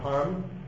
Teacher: Hindi speakers tend to drop final A's, and even some medial A's, A's in the middle of words, get dropped. · Term: A-drop language